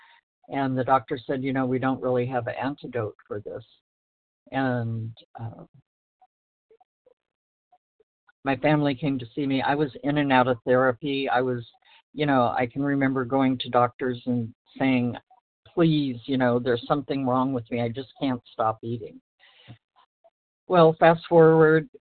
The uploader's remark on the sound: From the 100 Pounders Phone Meeting.